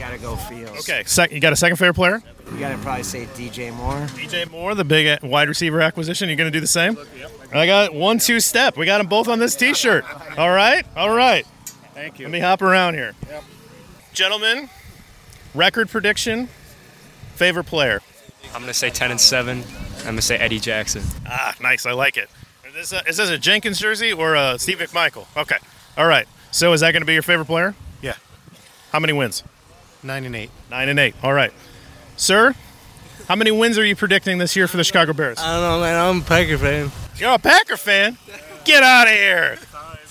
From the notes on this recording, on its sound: Brought in a microphone to Chicago Bears training camp to record interaction with fans. Before security cut him off from recording more. From the back row of the bleachers from Tuesday's practice.